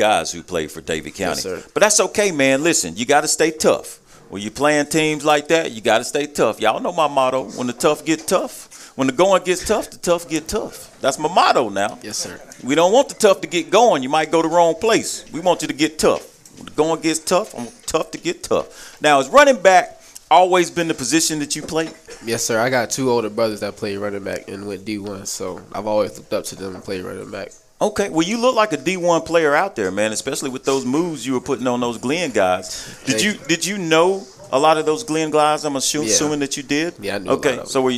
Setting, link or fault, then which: setting, busy venue